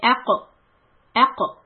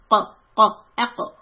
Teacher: I can feel that the qaf is in the back of my tongue hitting the soft palate.